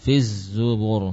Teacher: Namun karena waqaf, tentu harokat kasrah dirubah menjadi sukun, az-zubur. Ra sukun yang sebelumnya dhammah, maka dibaca dengan tebal.